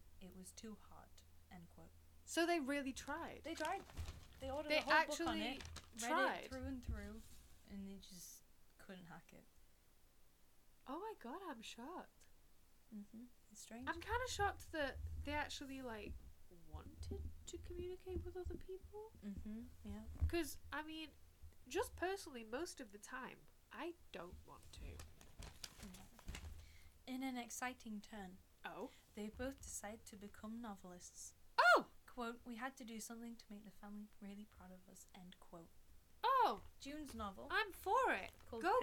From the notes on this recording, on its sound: Apologies for the audio interference - we had some technical difficulties but I edited it out the best I could!